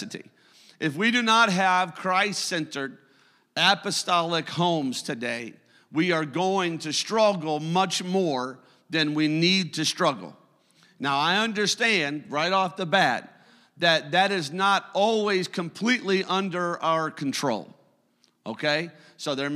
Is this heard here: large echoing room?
yes